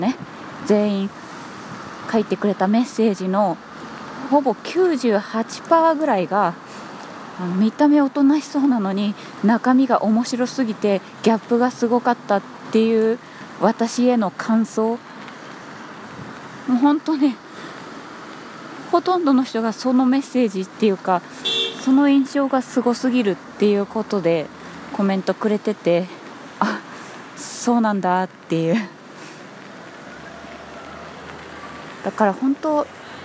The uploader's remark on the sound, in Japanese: 初めて外を歩きながら収録してみたら。店に着いたのでとりあえず一旦配信。雨 #外で収録。